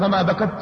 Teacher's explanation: إذا في انقطاع ما يمكن لصوت التاء أن يمتد، بخلاف صوت الصاد مثلا أو السين أو غيرها من هذا أو الشين إلى آخر.